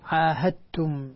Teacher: الدال مع التاء إدغام متجانسين، الدال مع التاء نفس المخرج لكن بدون تختلف في بعض الصفات، فلا إذا أدغمنا الدال في التاء أصبحت التاء مشددة، ولذلك لا يكون فيها قلقلة على الدال.